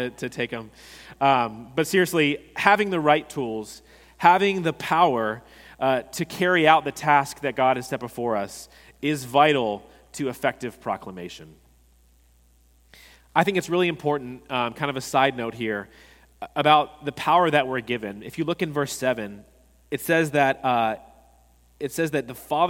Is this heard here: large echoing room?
yes